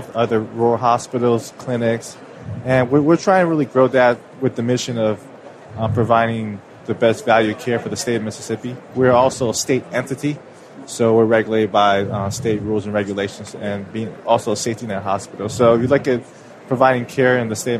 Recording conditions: busy venue